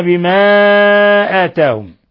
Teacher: بما آتاهم، مد منفصل يمد من أربع إلى خمس حركات